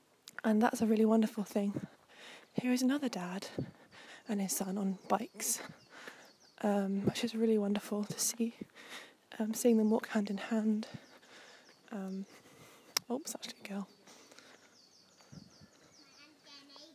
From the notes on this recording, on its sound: A Sunny Seaside Stroll. Expect sounds of the Cornish waves, birds singing and some local conversation.